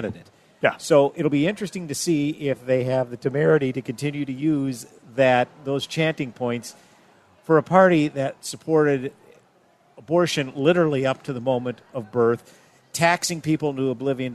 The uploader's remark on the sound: Live From MN State Fair